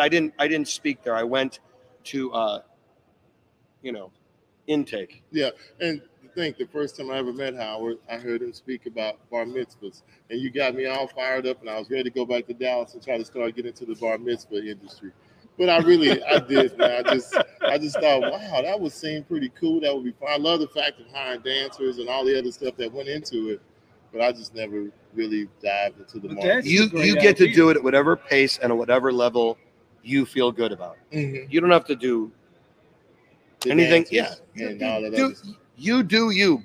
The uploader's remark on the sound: Live at Marquee Show 2023